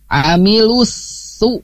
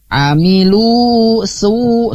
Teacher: tidak dibaca di ayun tapi langsung dileburkan ya di idgham syamsi · Shown in: first take